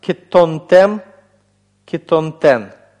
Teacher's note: У нас здесь гласный камец «хатуф», то есть краткий гласный «о». Долгий гласный «холем» сократился до камец «хатуф», потому что оказался в закрытом безударном слоге.